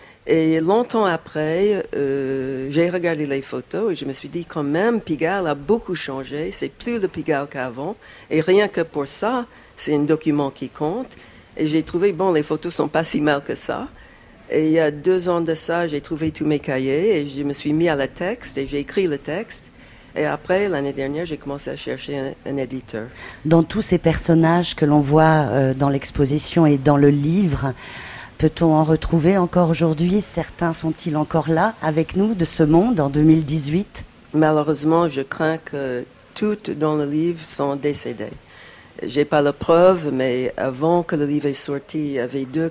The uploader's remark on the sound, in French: Arles 2018, une émission enregistrée Cour du docteur Fanton